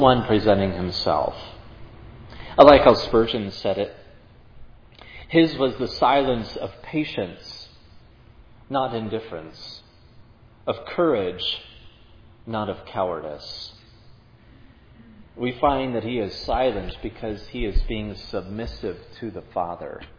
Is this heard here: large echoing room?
yes